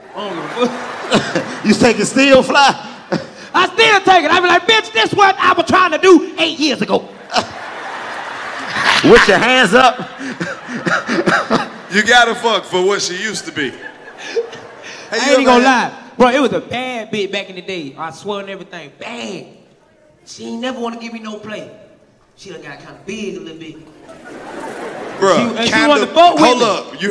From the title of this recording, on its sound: The Augusta Live Comedy Special